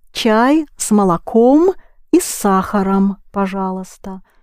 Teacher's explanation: So you have с молоком, where ом is clearly heard, it's accented, but the same ом с сахаром, but it's not accented.